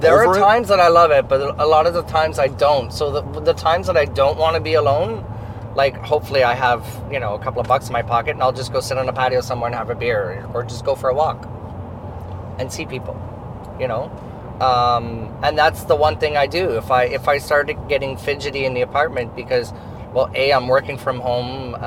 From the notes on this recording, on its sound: This episode was recorded (using hands free microphones) as we drove to a drag bingo show we produce together in Peterborough Ontario.